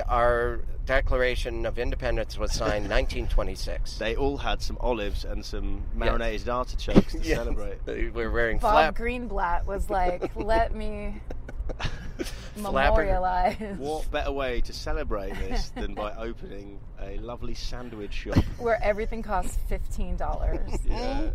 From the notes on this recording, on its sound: Traverse the perils of driving in LA. No dodgy neighborhoods or potholes will stop our hilarious hosts from getting this British standup to LAX.